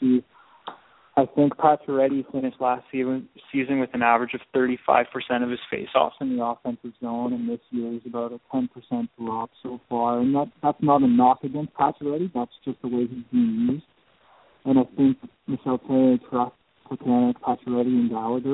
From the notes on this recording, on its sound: We take your phone calls.